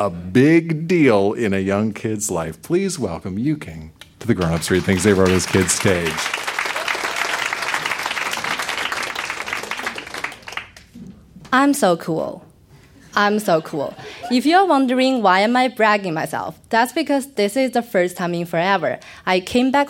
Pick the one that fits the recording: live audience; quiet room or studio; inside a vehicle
live audience